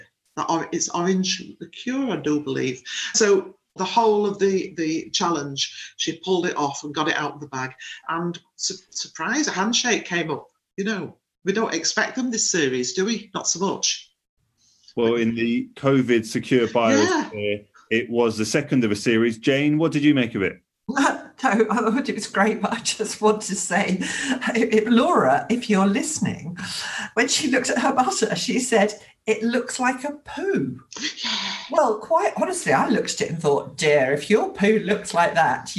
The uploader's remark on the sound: as we recorded this podcast remotely via Zoom.